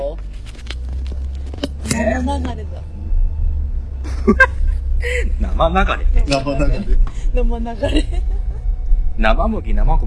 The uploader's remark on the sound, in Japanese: 復活のツイキャスです。諸都合で外での収録だったため、車の通る音なども聞こえますがご容赦ください。